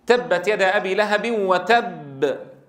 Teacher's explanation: عندما أقف على كلمة تبت يد أبي لهب وتب، هذا وقفنا على مشدد مقلقل، الباء مشددة مقلقلة